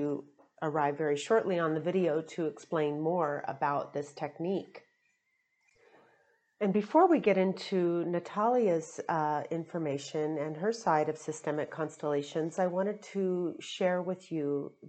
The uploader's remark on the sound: At the very beginning of the episode, there is a tiny background hiss in the audio – it’s barely perceptible, and disappears after the first nine minutes.